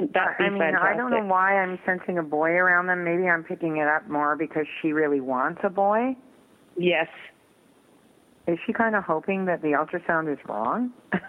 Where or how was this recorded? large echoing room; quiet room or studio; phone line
phone line